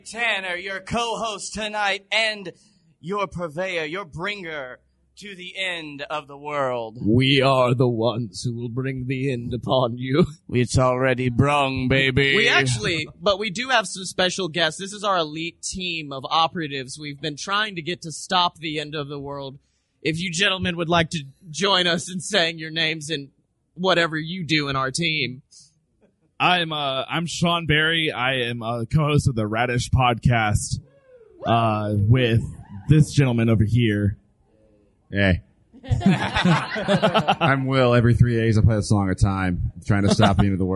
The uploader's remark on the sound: Live from Dragon-Con! We actually performed live at Dragon-Con.